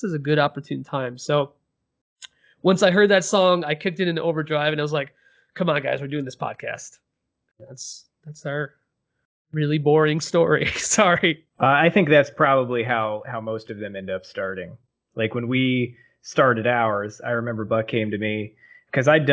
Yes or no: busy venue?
no